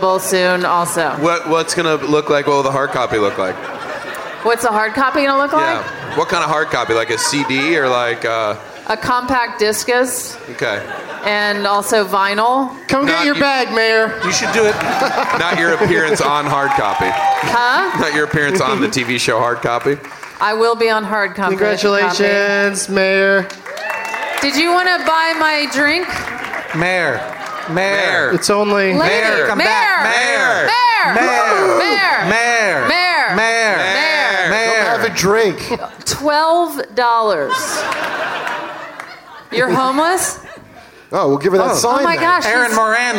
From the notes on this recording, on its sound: Live from the Gramercy Theatre in NYC